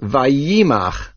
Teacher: The major accent of the word vayimach is on the yud · Term: mil'el